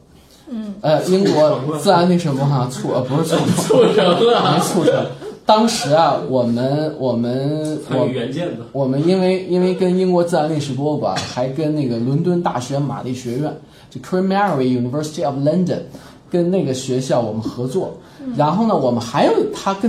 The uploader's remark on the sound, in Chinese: 本期节目为在张大妈办公区用录音笔录制，可能有街道上的杂音，请见谅。